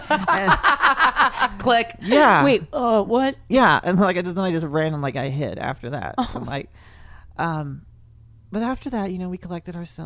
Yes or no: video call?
no